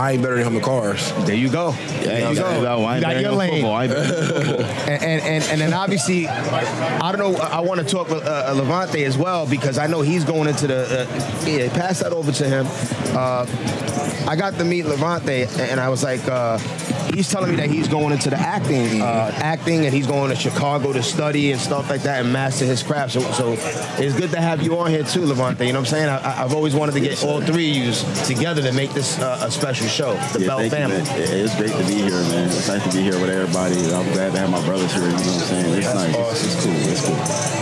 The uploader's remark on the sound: Live from #TureNorthMIA in the Wynwood section of Miami, Fl for Super Bowl 54